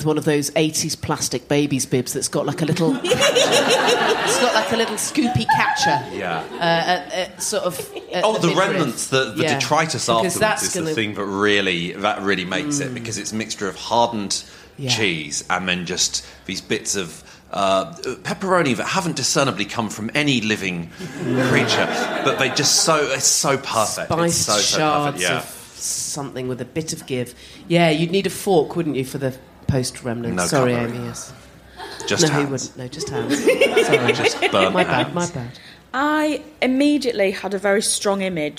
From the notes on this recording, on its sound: We recorded this episode live from the LEICESTER COMEDY FESTIVAL.